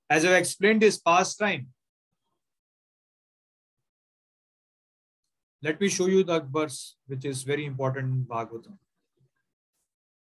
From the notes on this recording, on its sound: Zoom recorded class